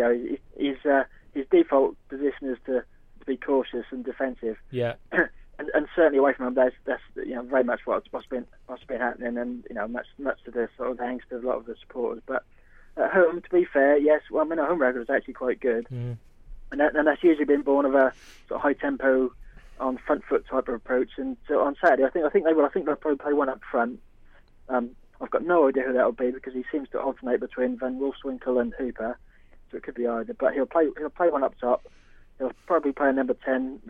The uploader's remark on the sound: We are joined on the phone